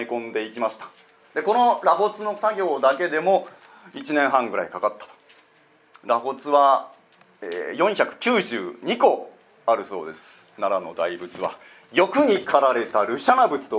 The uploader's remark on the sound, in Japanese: 講演録音